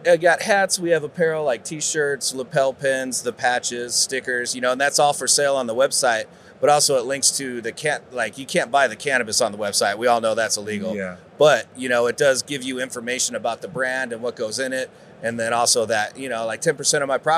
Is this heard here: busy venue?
yes